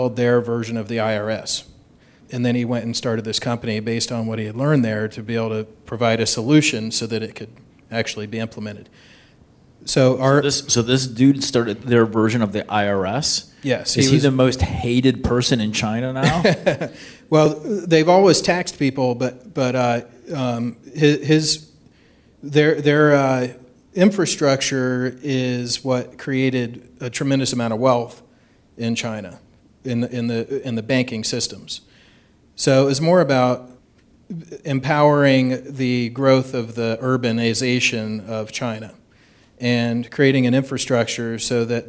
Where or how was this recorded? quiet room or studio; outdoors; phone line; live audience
live audience